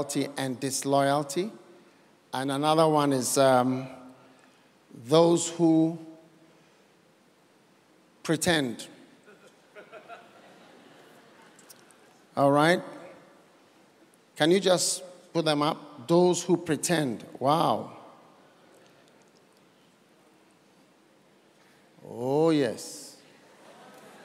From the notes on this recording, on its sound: Preached at The City Harvest Church, Singapore.